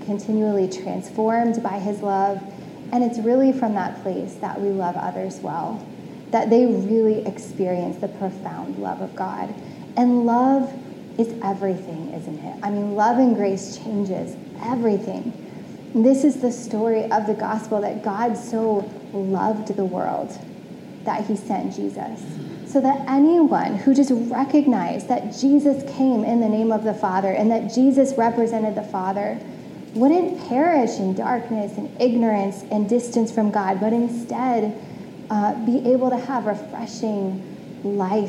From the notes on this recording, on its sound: Originally preached on January 16, 2022, at CityChurch in downtown Iowa City.